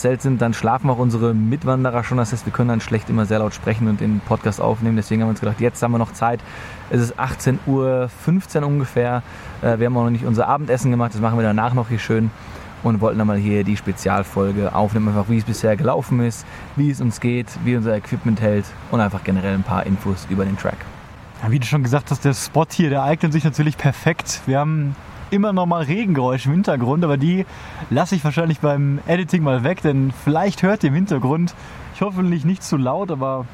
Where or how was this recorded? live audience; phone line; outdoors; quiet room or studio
outdoors